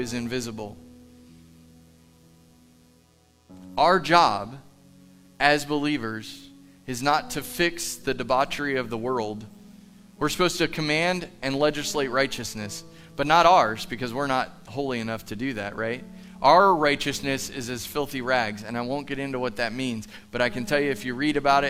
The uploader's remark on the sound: Live from The Summit Church in Dover, OH